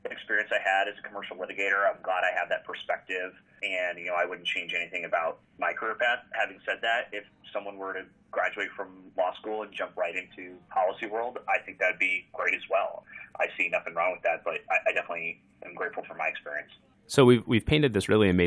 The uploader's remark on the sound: sits down by phone